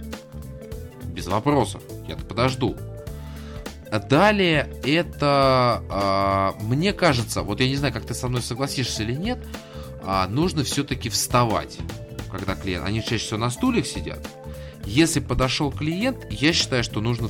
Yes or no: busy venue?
no